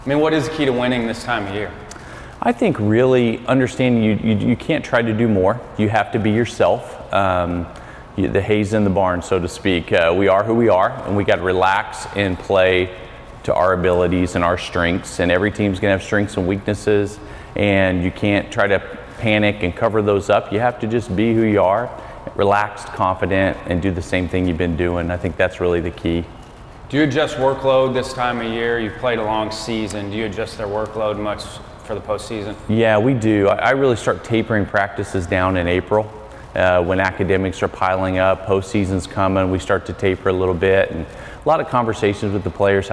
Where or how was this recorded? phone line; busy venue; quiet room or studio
busy venue